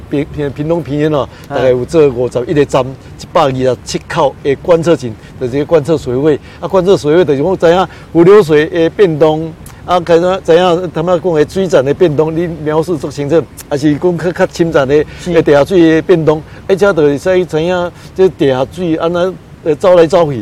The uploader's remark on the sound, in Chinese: 雲林古坑乾旱現場